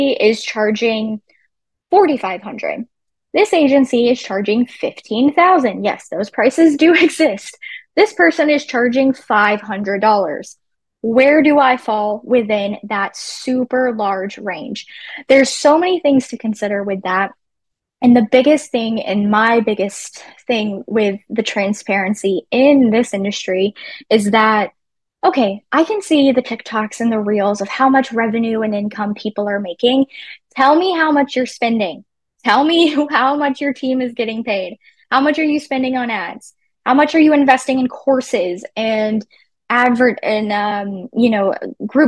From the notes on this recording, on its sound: In this encore replay of our live webinar, Business Class.